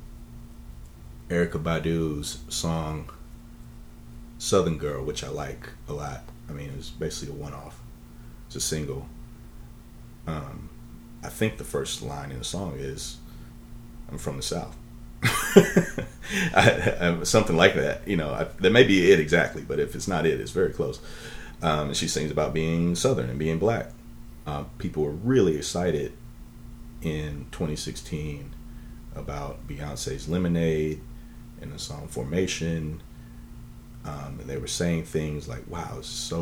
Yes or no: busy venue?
no